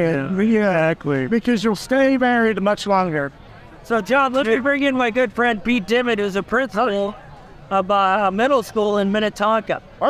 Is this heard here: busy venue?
yes